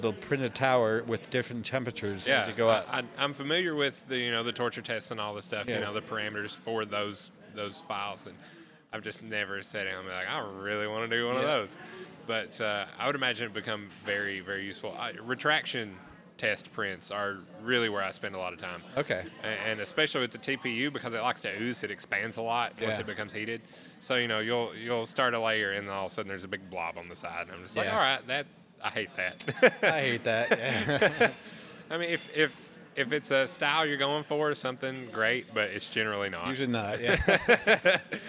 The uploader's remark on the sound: We sat down for a pint